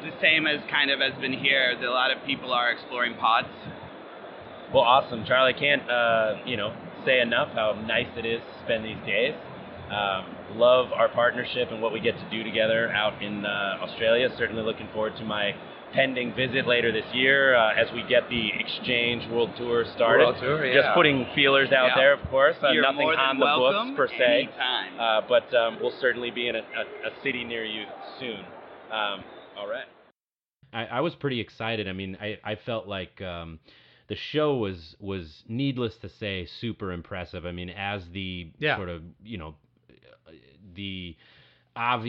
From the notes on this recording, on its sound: The recent Coffee Expo in Boston. In fact, we have LIVE clips from the event.